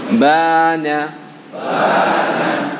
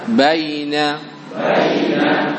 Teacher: asalnya bana panjang dua harokat menjadi baina